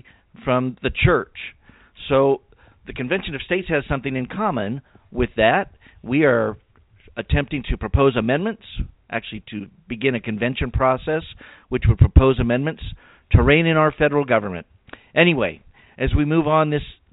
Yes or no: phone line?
yes